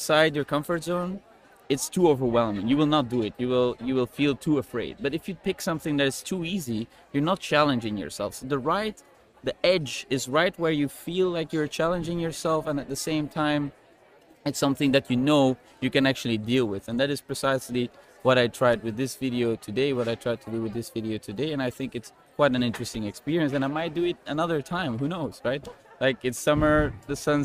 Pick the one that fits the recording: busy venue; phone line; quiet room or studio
busy venue